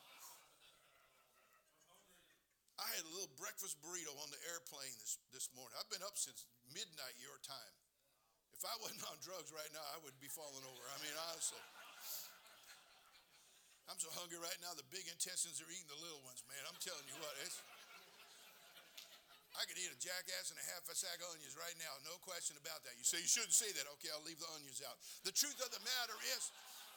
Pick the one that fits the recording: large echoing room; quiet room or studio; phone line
large echoing room